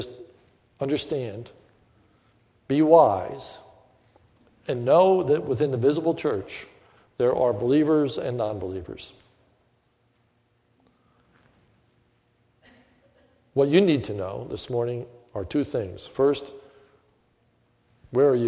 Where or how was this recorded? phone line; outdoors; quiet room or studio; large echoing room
large echoing room